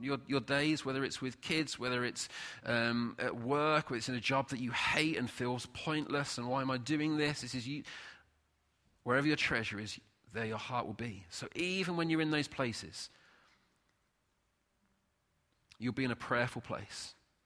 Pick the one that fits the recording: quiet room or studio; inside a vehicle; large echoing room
large echoing room